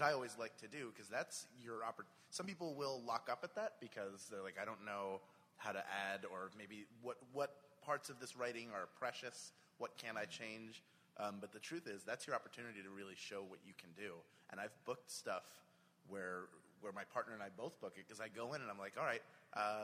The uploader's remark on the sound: Panel from C2E2. At a panel at Chicago's C2E2.